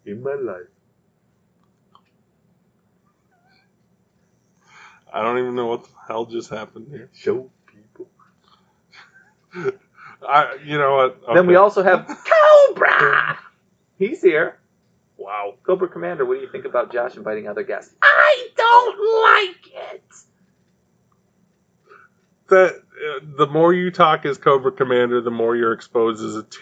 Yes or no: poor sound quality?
yes